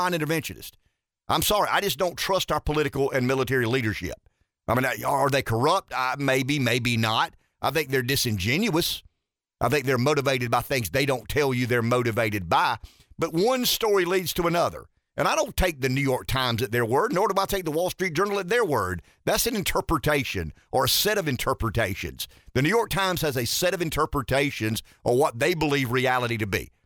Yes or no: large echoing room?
no